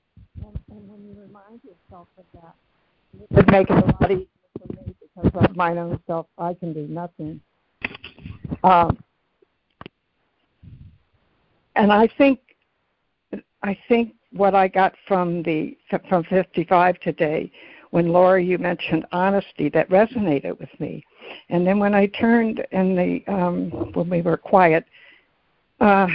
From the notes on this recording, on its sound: ACIM Daily Conference Call.